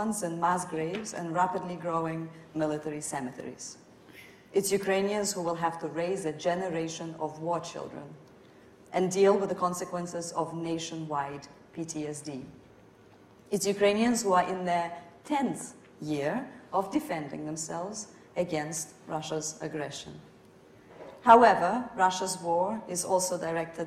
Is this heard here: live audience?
yes